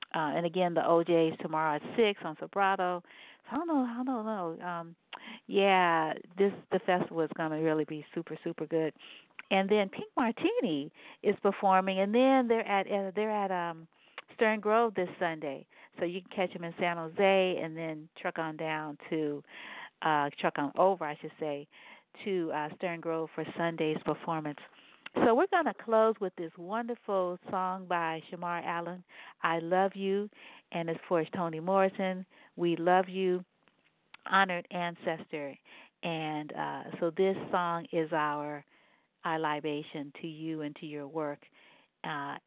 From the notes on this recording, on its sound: all who called